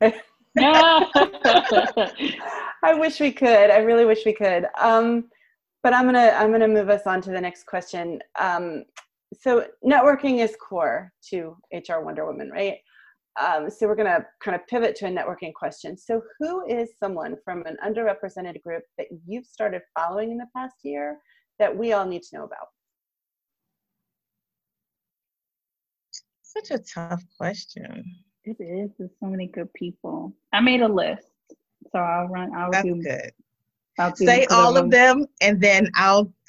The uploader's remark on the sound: still hosted the panel, virtually, and shared the conversation during a live watch party